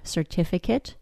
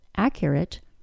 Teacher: If the word is a noun, such as the word certificate, or an adjective, such as the word accurate, the A-T-E is pronounced as it, with a short I vowel sound